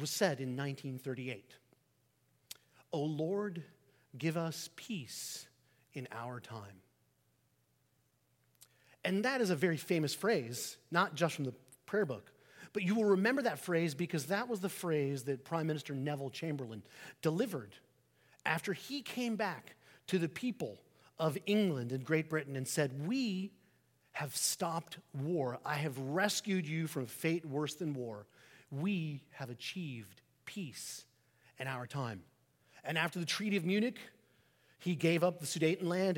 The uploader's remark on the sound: Sermon preached on Remembrance Sunday, 12 November 2023 at St Peter the Fisherman